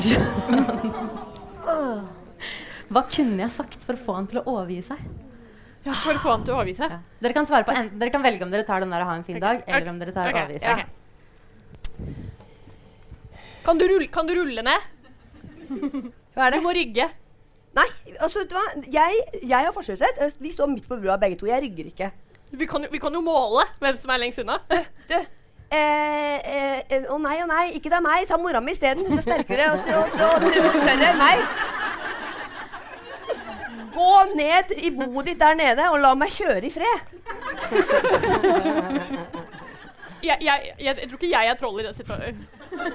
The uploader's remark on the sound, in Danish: Live fra Nieu Scene. Her er del to av livepodden vi hadde forrige uke.